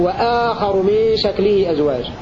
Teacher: وقرأ الباقون بفتح الهمزة ومدها مد بدل وآخر من شكله أزواج.